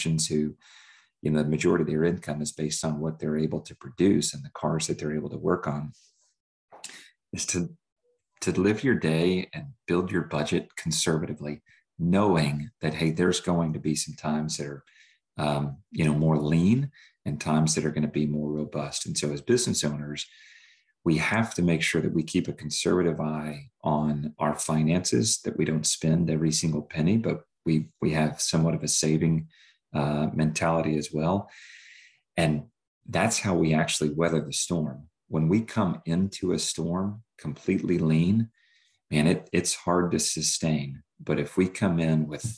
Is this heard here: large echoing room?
no